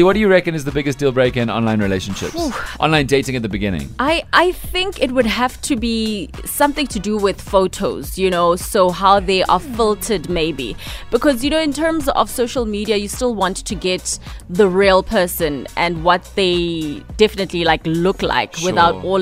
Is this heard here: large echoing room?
no